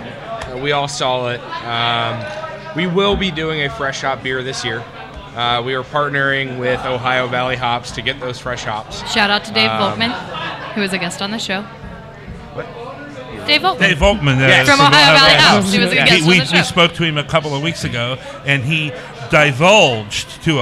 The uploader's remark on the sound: LIVE at Braxton! Live! At Braxton. From our live periscope feed and interaction via social media.